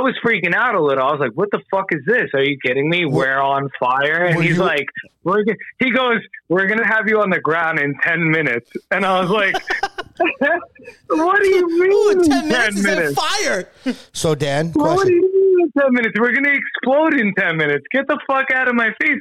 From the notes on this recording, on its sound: take a phone call